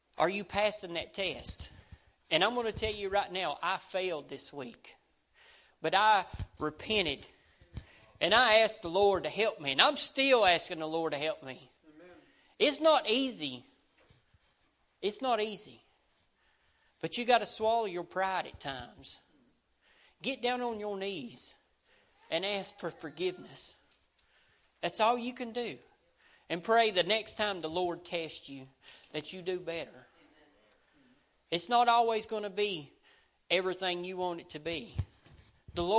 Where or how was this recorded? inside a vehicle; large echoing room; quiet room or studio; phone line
large echoing room